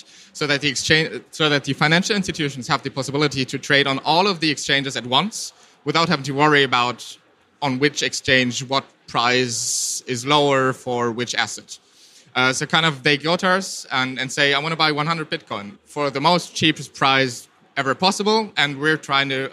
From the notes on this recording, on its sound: This Keynote was held at the ITCS FFM 2019.